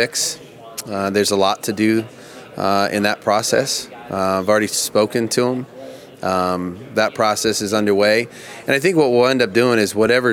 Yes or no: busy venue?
yes